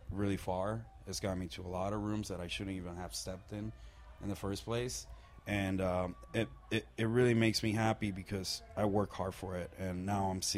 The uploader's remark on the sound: at the Whisky A Go-Go in West Hollywood, CA + live show footage for Last Rockers TV!